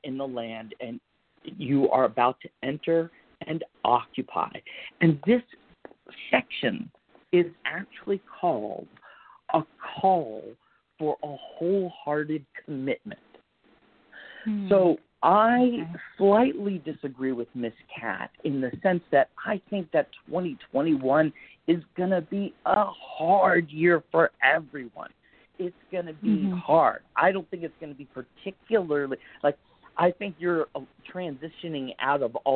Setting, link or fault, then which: link, phone line